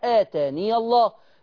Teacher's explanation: كل طرق حفص اتفقت على الوصل وهو فتح الياء آتاني الله، ما في خلاف، ما فيش خلاف، ما فيش خلاف في الوصل، الياء مفتوحة آتاني الله.